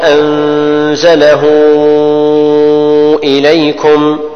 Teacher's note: النون تخفى لوجود الزاي